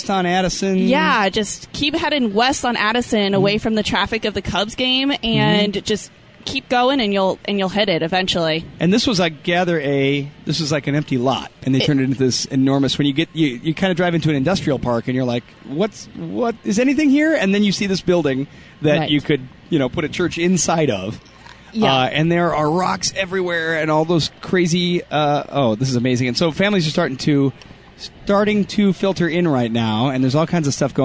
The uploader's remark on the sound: Live from First Ascent Chicago